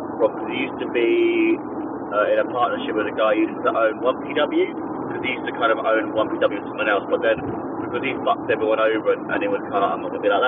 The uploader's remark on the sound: on our drive home